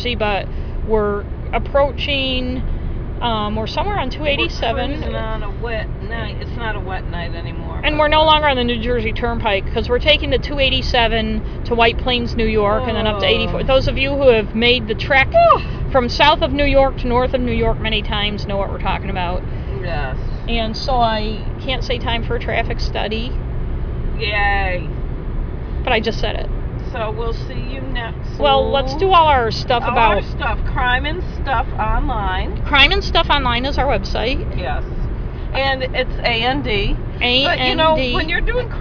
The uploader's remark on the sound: A special road trip episode as we talk in the car ride home from Washington DC.